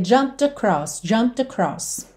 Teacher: Então, eu já tô lábio com lábio na hora do P. O E não é pronunciado, eu já vou do M direto pro D.